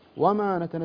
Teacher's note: وما نتنزل، ترفع صوتك في الألف بس، ما تحتاج ترفع صوتك في الكلمة كلها